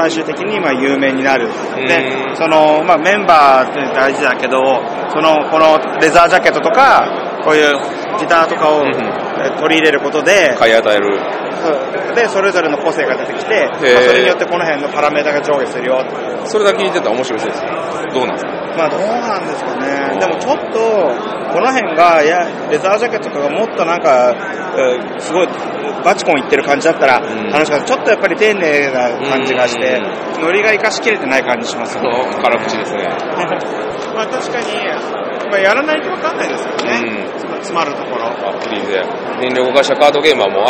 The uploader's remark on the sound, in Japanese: エッセンシュピール2016で練り歩きながらだべったり。今回も｢エッセン･シュピール2016｣スペシャル！プレス会場を見ながら。会場近くのホテルにて収録。